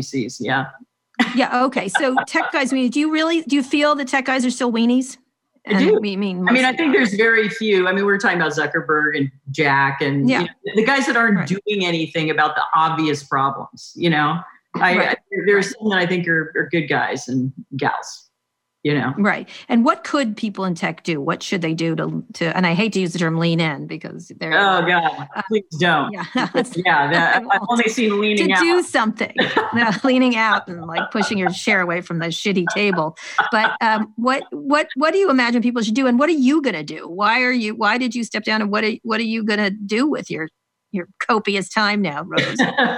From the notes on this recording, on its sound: Recorded as part of the Lesbians Who Tech virtual Pride Summit. This interview was recorded as part of the Lesbians Who Tech virtual Pride Summit.